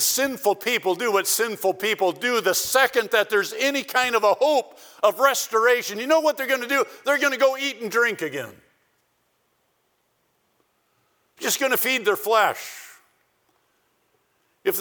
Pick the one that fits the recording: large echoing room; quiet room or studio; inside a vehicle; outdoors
large echoing room